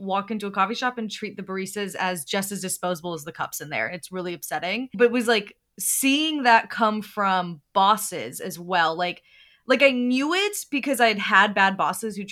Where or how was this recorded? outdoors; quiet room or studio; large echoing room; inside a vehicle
quiet room or studio